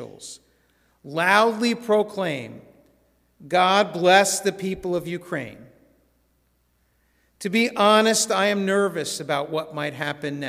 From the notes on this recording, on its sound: This sermon was recorded in our synagogue's sanctuary at Shabbat evening services.